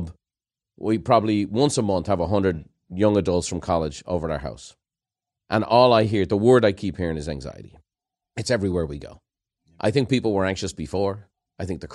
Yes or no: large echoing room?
no